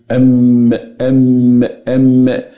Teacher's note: بس خلي بالك النفس هيرجع يا أستاذ للتجويف الأنفي يخرج